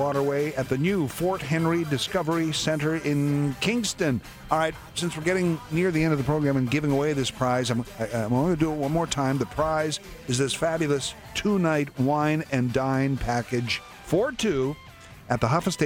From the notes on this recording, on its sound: Broadcasting on location from the Discovery Centre at Fort Henry. South Eastern Ontario.